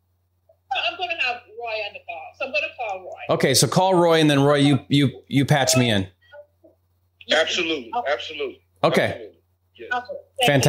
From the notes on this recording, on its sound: I had a phone call with a seller's agent who I was under contract.